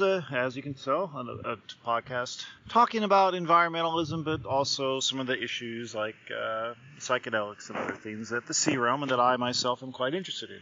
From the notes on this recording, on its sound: Today’s episode is brought to you by me going outside. It was all recorded from the Great Outdoors.